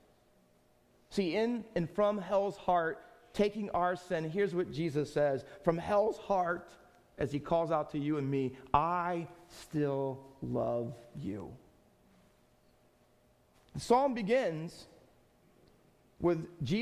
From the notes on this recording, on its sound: Faith Baptist Church in Hamilton, NJ.